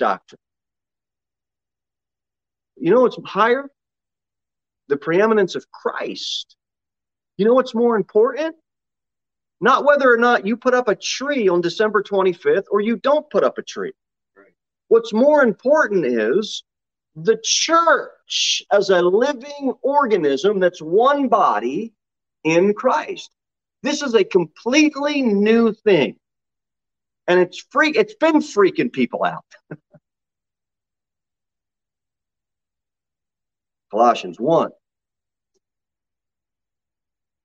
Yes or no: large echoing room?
yes